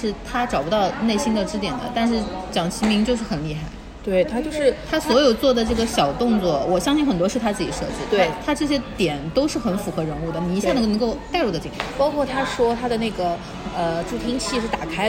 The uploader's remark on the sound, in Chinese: 每次录制基本都是在餐厅吃饭，没有条件升级录音设备。本次录制花费：新旺-88元。